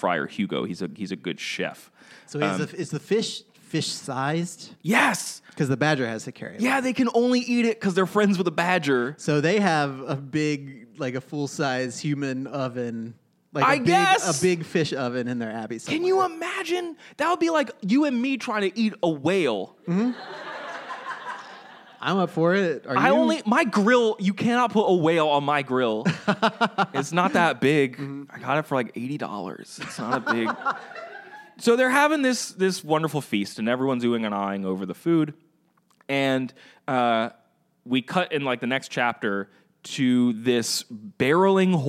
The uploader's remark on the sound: Live from Philly. Was recorded live at the 6th Annual Philadelphia Podcast Festival.